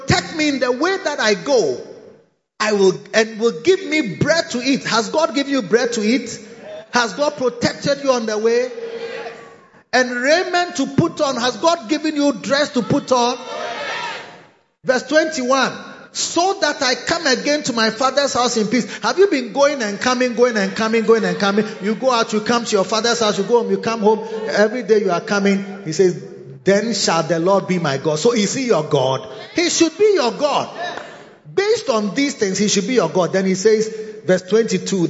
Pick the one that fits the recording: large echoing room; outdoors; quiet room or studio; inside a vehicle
large echoing room